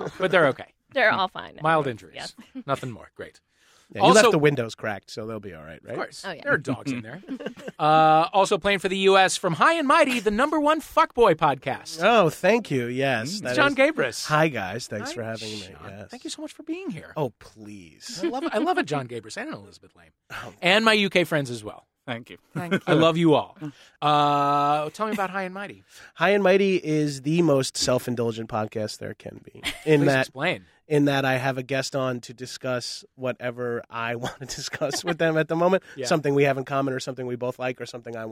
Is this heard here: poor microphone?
no